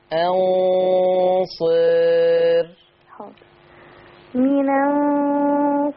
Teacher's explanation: خلي بالك من حاجة لما تقللي الراء هتبقى مرققة